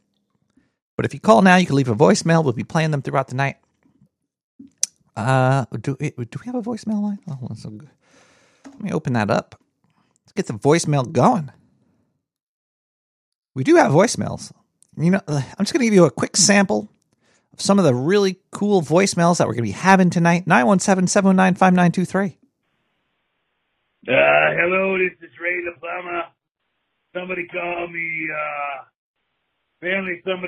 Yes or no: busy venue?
no